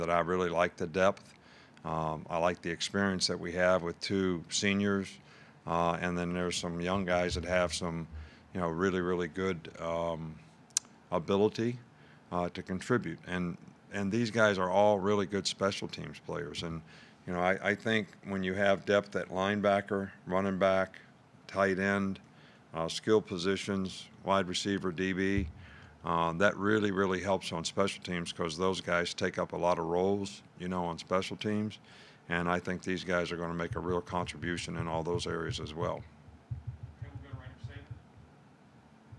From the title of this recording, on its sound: Press Conference from Monday August 24